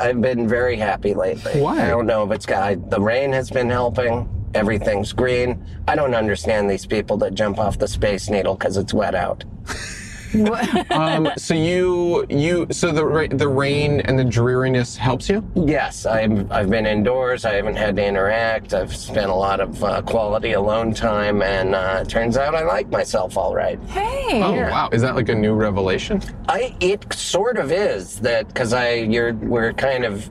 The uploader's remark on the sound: In the Car